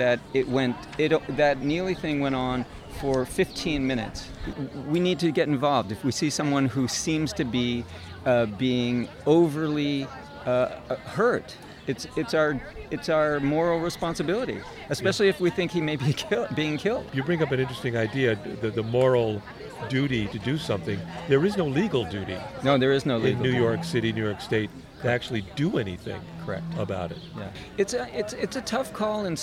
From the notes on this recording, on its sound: The Bar Crawl Radio audio wagon was set up on the grass in front of the stage in the garden. It was a delightful evening in the West Side Community Garden in Manhattan.